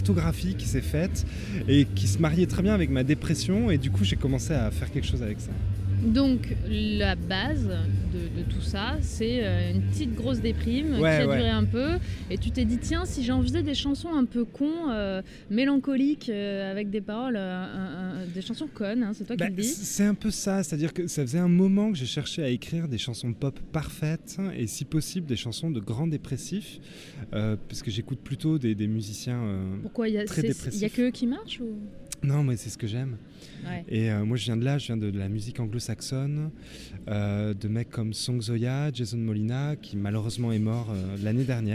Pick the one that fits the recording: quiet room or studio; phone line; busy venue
busy venue